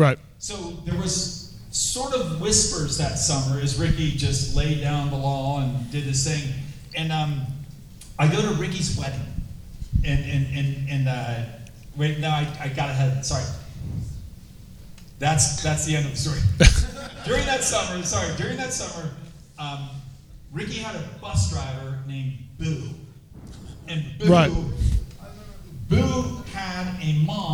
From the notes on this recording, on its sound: Indianapolis Live Show.